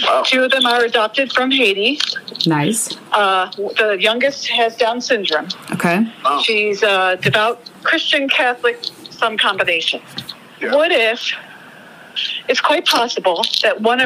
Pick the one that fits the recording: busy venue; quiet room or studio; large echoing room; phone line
phone line